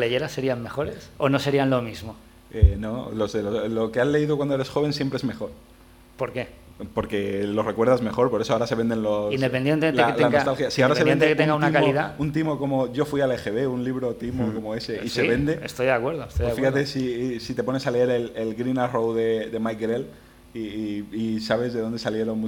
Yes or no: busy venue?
yes